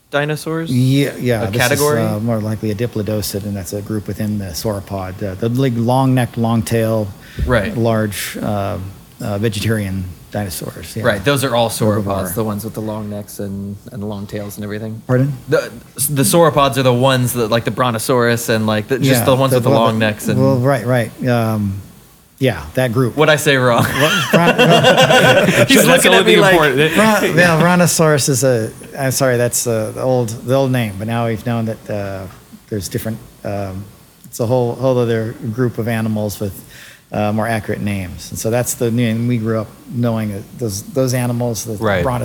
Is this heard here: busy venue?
yes